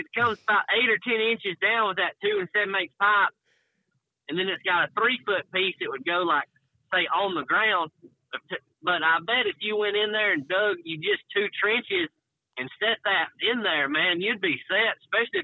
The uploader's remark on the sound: on the phone with us trucking cattle